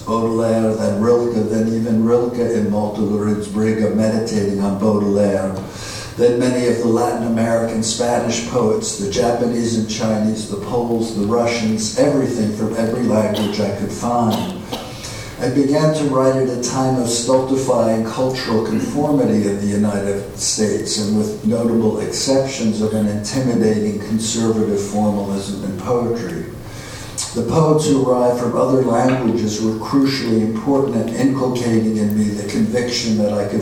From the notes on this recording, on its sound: at the Worlds Literature Festival Salon